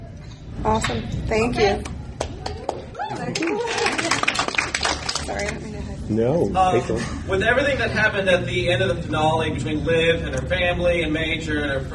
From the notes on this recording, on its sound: Fan Panel at DragonCon ’15. Was able to Skype.